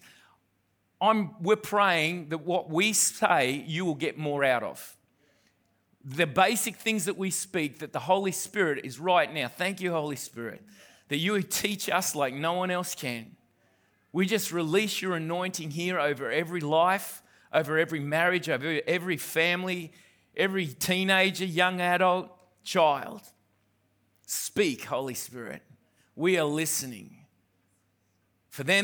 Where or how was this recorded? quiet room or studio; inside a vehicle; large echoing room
large echoing room